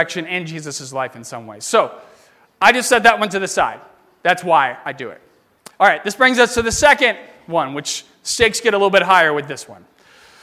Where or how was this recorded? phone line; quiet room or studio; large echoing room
large echoing room